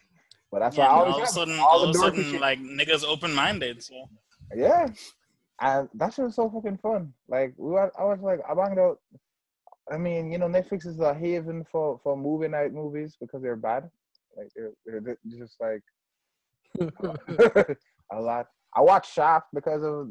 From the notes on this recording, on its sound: do a zoom call to test out part on of social distancing podcast life